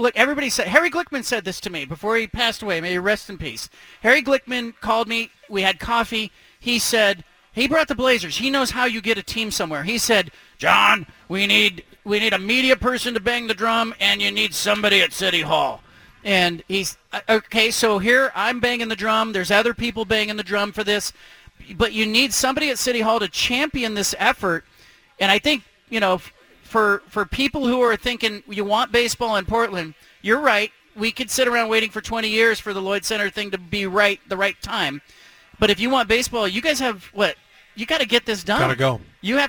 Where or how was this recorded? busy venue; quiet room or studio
busy venue